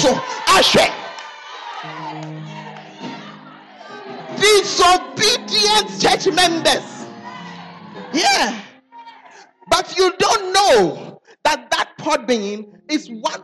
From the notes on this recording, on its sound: Preached at the Charis Conference